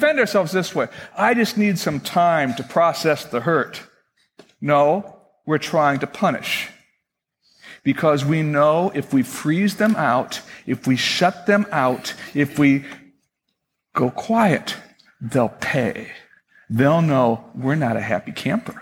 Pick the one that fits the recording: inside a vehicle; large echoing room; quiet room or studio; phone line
large echoing room